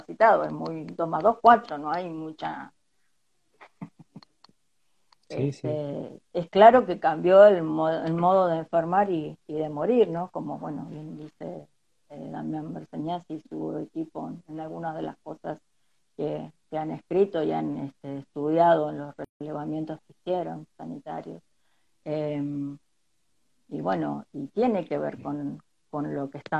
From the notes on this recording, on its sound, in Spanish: Audio de la charla en vivo por Instagram